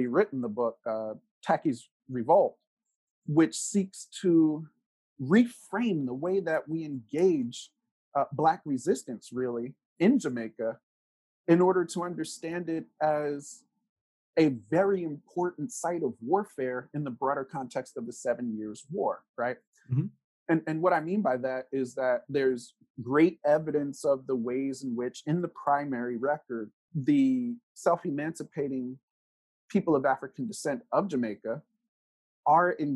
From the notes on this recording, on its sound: caught up with him over Zoom